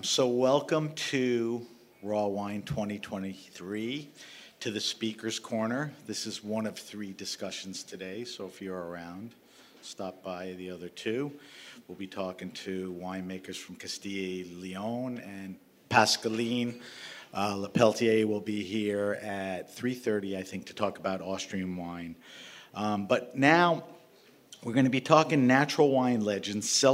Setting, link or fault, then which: setting, busy venue